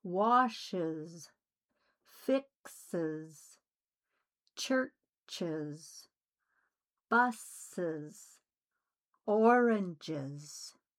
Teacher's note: And number three, if the word ends with one of the middle mouth fricatives, s, z, sh, j, ch, and z, a full syllable is needed. The S will sound like uz.